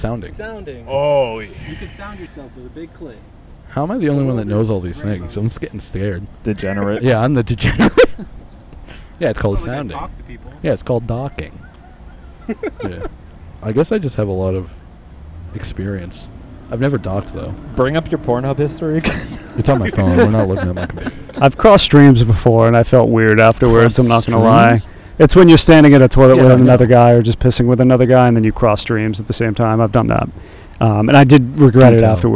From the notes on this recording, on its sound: comes to you live at Orlando, Florida's biggest live festival, the Festivus in July Festival.